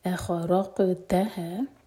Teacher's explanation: قاف پر قلقلہ اور تا پر زور سکون کے بعد